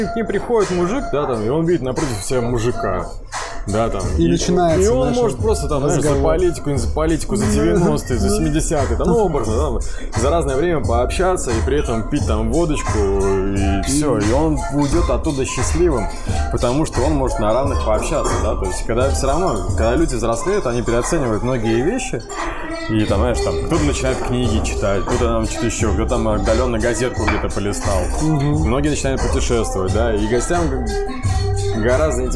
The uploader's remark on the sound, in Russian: СОРРИ, ЗАПИСЬ ШУМНАЯ. ЗАПИСЫВАЛИСЬ В ПЯТНИЦУ В ПОЛЕВЫХ УСЛОВИЯХ.